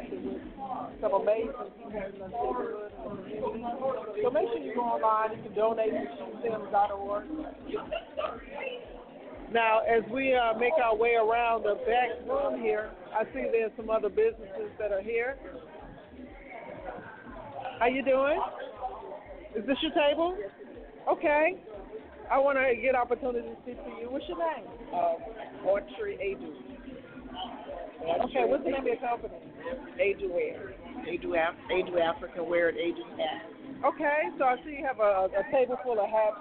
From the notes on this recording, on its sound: Hats and Heels & Horses - A Derby Event Live at Atlanta Motor Speedway. Hats, Heels & Horses is our signature fundraising event to fund our annual initiatives.